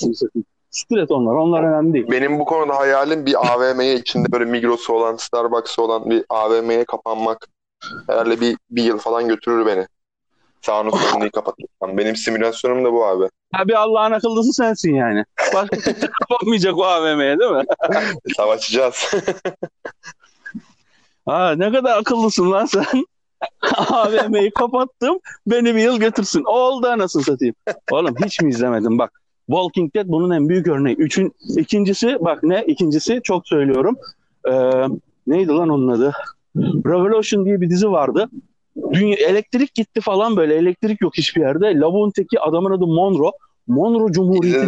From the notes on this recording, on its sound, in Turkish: Bu podcast telefon üzerinden kaydedilmiştir. Sesler biraz tırt olabilir.